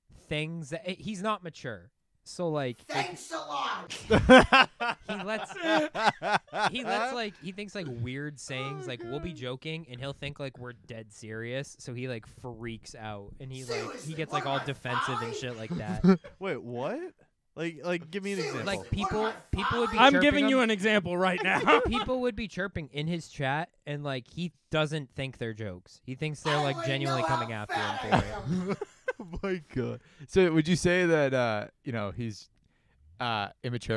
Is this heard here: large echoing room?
no